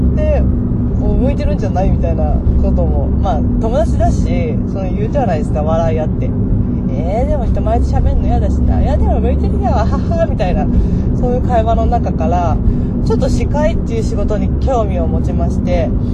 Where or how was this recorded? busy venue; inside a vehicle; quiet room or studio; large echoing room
inside a vehicle